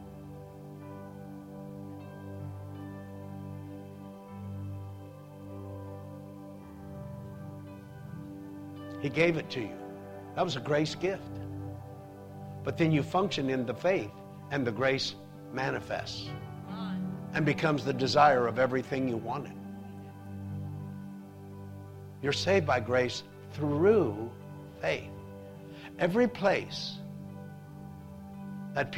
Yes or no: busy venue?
no